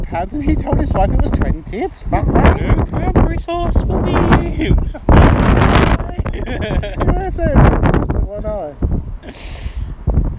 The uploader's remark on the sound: Windy windy windy. As the title says, it’s a very windy evening, which explains the short run time. Apologies for the bad weather, next ep will sound better!